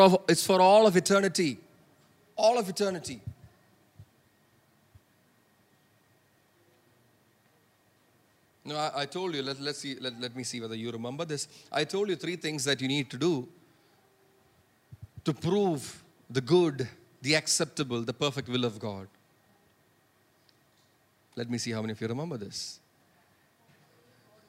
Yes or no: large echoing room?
yes